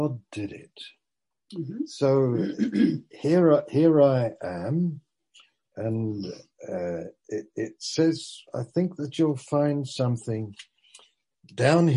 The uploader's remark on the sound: Malaysia Meets (Zoom)